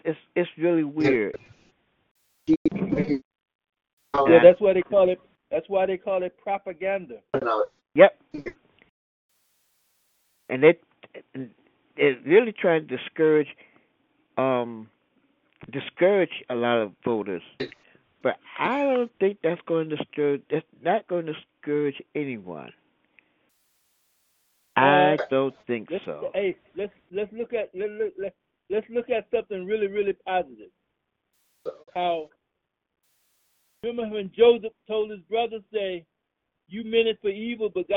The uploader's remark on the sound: your phone calls